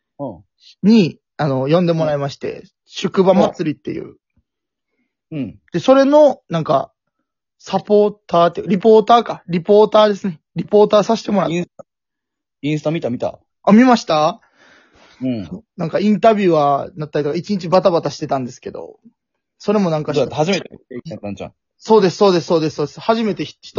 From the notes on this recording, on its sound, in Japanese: ゲストと一緒に配信。リモート収録。滋賀県住みます芸人。